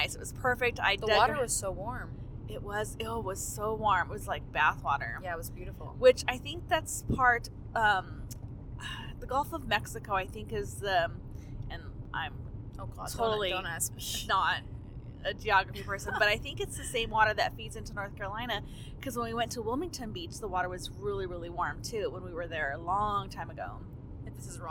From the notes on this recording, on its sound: We recorded this episode while on the road home from our mini-family vacation to Mexico!